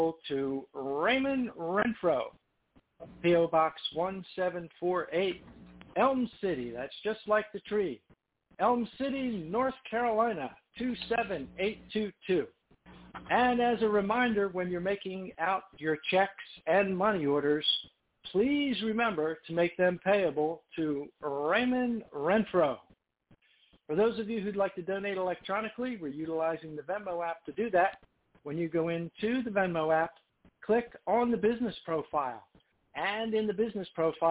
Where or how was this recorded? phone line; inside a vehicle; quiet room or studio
phone line